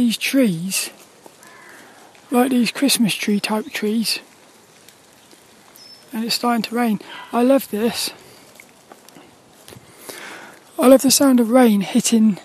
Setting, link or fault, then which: setting, outdoors